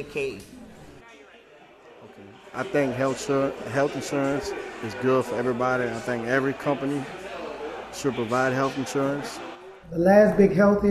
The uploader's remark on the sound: WWNO’s Listening Post project set up digital recording stations in Mid-City, Gentilly, a health care fair in the Tremé, and a senior citizens meeting at the Harmony Oaks housing development in Central City to hear some local voices on health care issues.